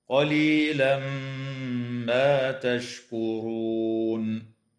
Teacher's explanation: يدغم التنوين في الميم مع الغنة في قوله تعالى قليلا ما